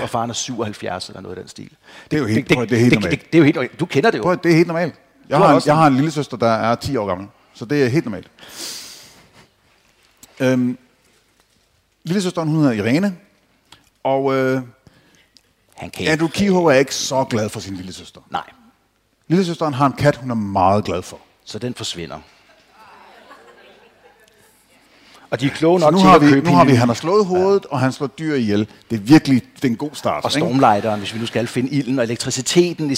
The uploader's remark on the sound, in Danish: Live fra Horsens Krimimesse ‘22